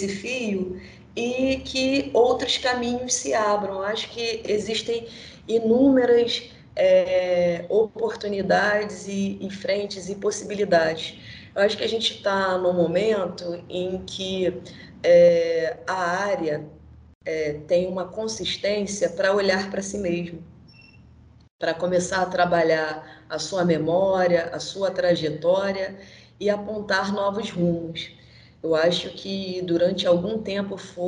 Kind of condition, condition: link, video call